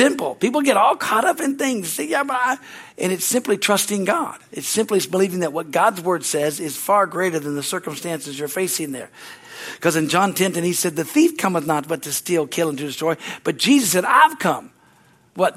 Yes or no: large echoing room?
yes